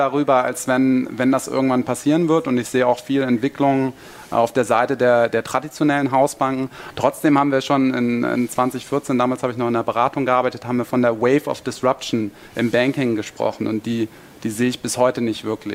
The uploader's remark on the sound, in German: Live von der BEX20